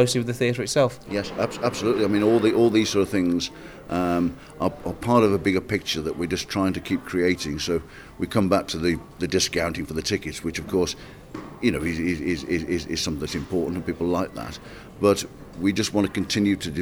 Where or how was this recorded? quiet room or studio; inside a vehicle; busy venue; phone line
busy venue